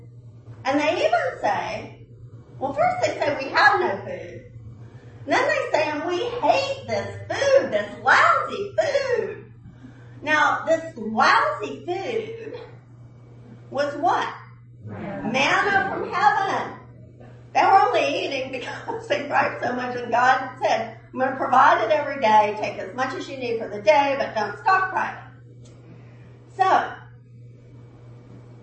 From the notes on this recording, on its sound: at the 9AM service